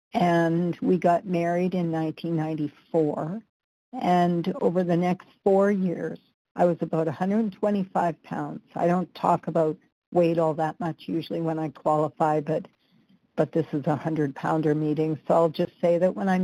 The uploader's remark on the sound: the 100 Pounders Phone Meeting